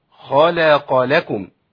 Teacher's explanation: لام مرققه وقعت بين مفخمين، بين الخاء والقاف، نعمل ايه فيها؟